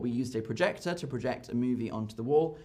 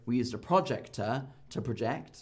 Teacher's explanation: even though projector is a noun, because it's made of a verb, I still stress the ject bit. · Shown in: first take · So I don't go, we used a projector to project.